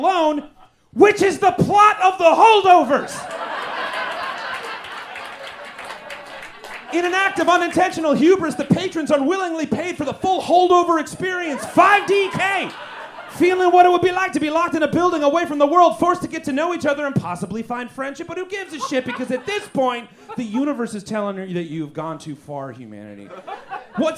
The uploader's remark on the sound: Recorded LIVE at Chicago’s Historic Green Mill Lounge on February 3rd 2024 for The Paper Machete